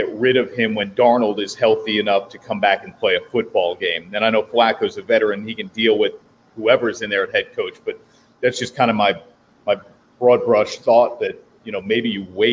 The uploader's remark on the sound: Live from Druthers Brewing Company in Saratoga Springs for the American Cancer Society's Real Men Wear Pink campaign.